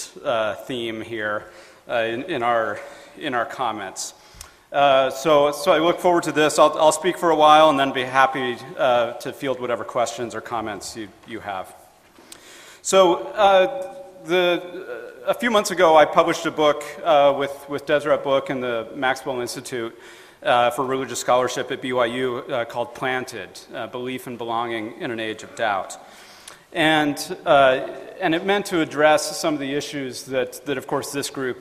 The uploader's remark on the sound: FAIR Conference Talk.